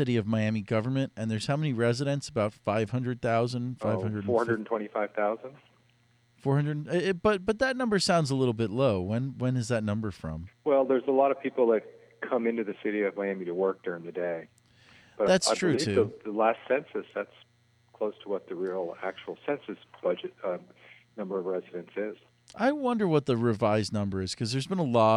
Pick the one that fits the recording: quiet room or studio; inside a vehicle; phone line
phone line